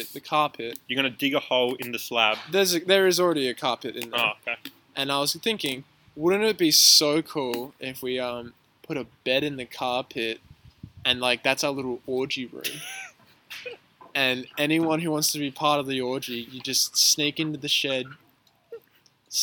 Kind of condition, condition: setting, outdoors